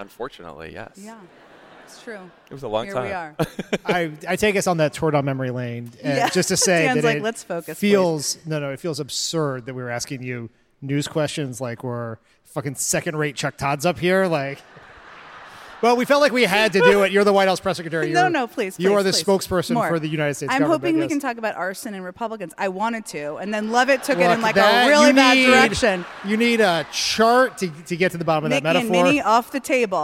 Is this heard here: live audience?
yes